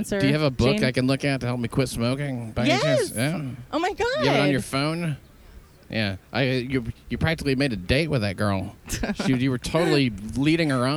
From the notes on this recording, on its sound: GoTopless Day - ON LOCATION. March topless from Columbus Circle through Times Square and finally to Bryant Park where they congregate in a topless rally. Agreed to meet up and go to Columbus Circle to walk along, talk to some of the paricipants.